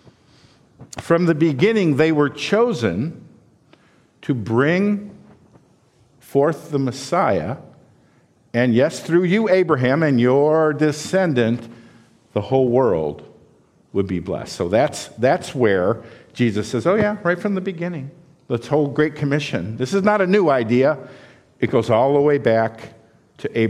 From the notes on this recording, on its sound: This sermon was preached at Valleybrook Community Church.